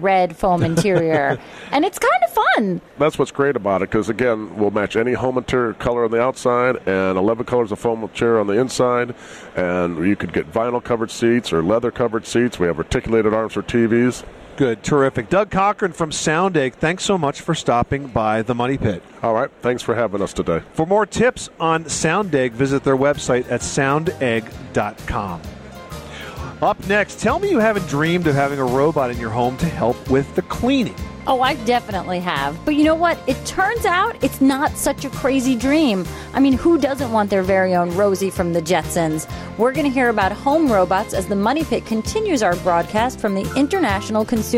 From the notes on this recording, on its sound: Live from the floor of the Las Vegas Convention Center – where hundreds of thousands have gathered for the granddaddy of tech shows – the 2012 International Consumer Electronics show.